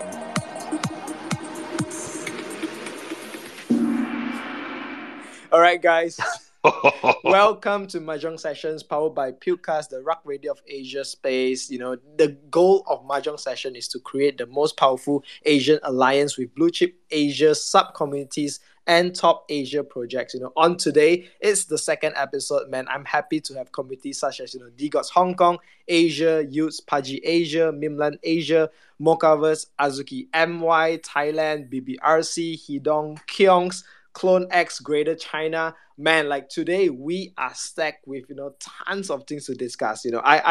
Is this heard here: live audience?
no